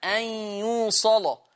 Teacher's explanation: قرأ ورش بتغليظ اللام وصلا